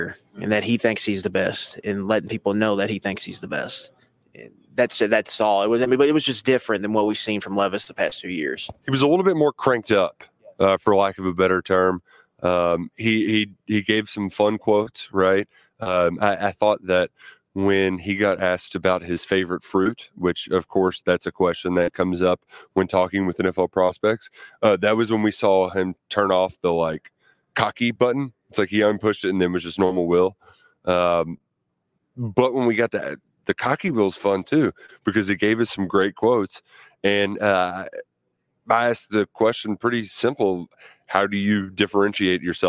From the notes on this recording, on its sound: Live from NFL Combine. Live once again from the NFL Combine in Indianapolis.